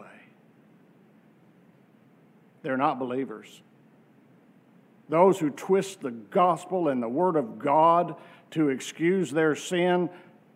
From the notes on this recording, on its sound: from our worship service on July 16, 2023